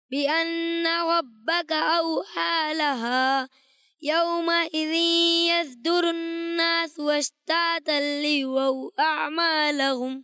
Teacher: صاد حروف مستعاریہ میں سے ہے، اس لیے اسے موٹا کر کے پڑھنا ہے